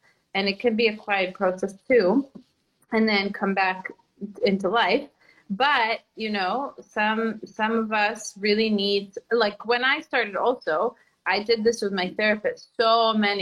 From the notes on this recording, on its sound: This episode is an IG Live turned into Podcast.